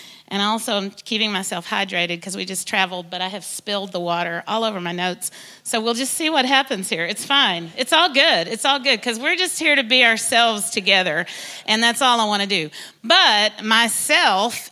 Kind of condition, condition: setting, large echoing room